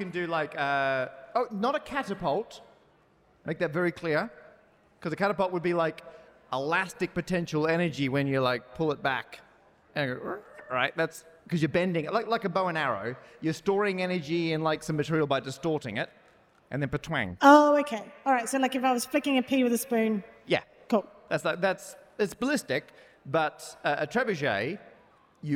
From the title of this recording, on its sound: live at Bluedot Festival